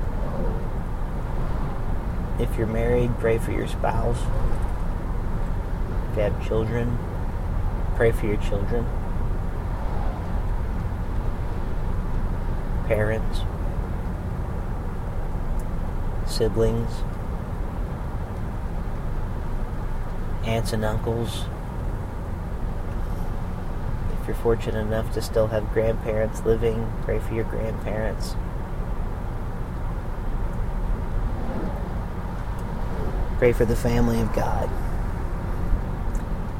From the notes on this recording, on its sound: recorded on the road